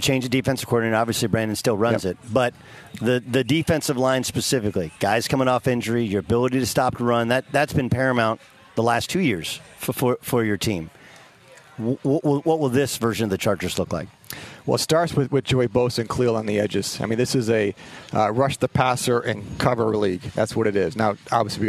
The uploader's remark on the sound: LIVE from Chargers training camp in Costa Mesa, CA